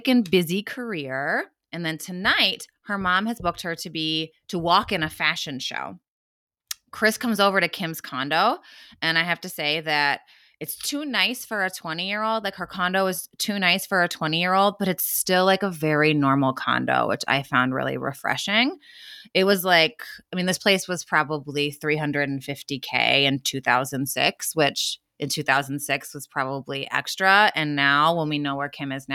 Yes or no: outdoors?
no